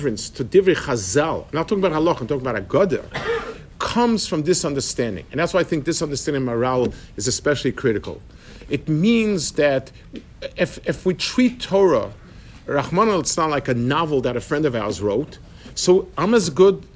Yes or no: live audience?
yes